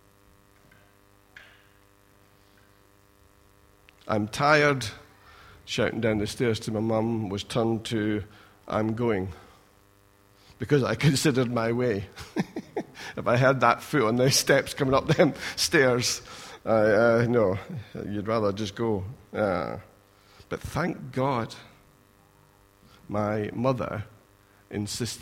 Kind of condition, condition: setting, large echoing room